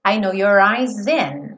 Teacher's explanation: O S, tradicionalmente, se eu vou ligar ele num som de vogal, esse S acaba ganhando um som de Z.